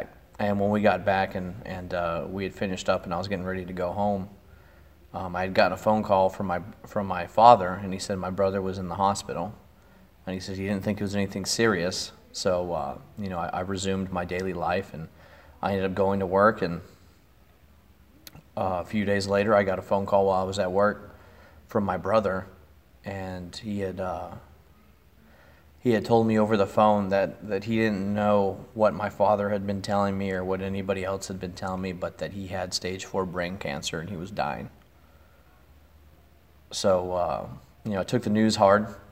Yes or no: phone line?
no